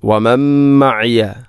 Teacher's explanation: സുക്കൂനുള്ള നൂനിന് ശേഷം മീം, ഇത് ഗാം കാമിൽ